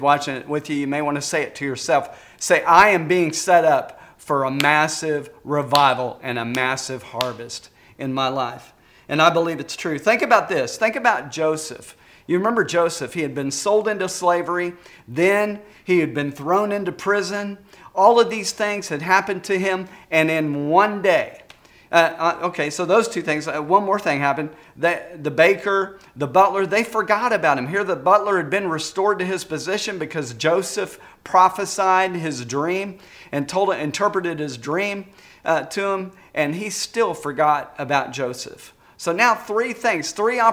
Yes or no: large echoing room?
yes